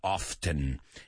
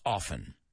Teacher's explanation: la T en ese often no se pronuncia · Shown in: second take